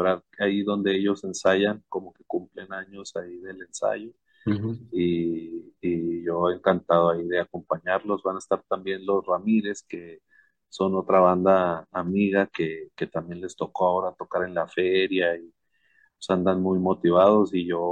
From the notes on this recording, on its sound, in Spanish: Charlamos via zoom